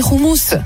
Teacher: j'ai mis le guttural sur le H de Roumous